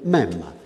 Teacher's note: Et même le mot « même », dont on ne prononce pas, je suppose, le « e » de la fin